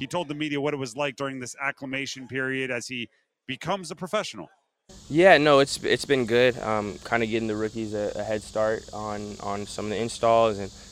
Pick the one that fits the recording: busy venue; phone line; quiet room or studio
busy venue